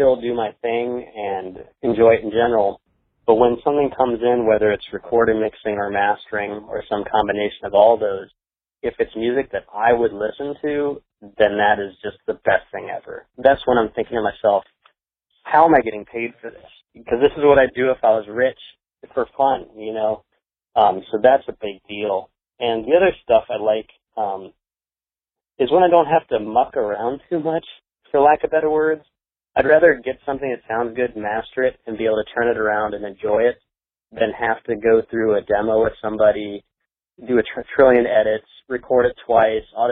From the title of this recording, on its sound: Phone Interview